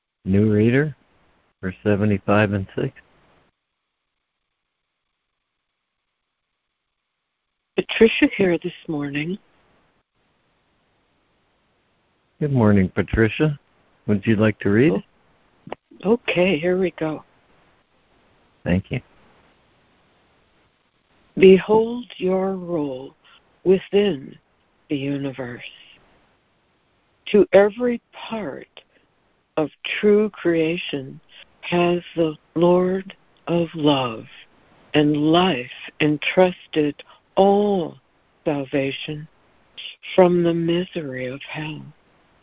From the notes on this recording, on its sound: ACIM Daily Conference Call